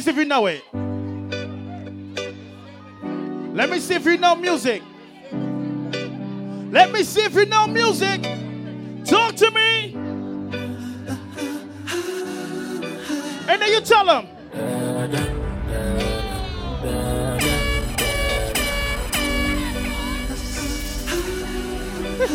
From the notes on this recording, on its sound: Kwanzaa Crawl 2023 LIVE AUDIO